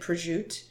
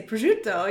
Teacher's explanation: we drop all the vowels off of our words as Italian Americans · Shown in: first take